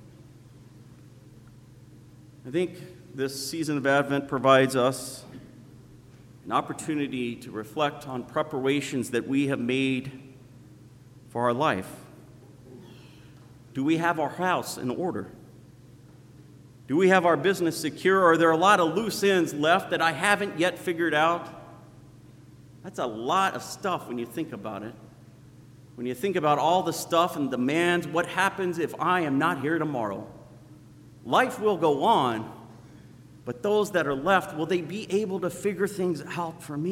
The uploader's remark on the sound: Sermon preached on Sunday, December 1st at Zion Lutheran Church in Muscatine, Iowa.